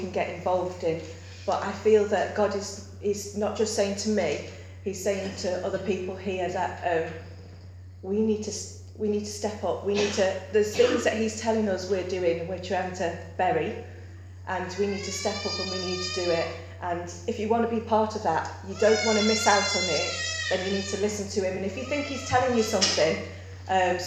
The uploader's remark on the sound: Recorded at Beacon Church 8th Jan 2017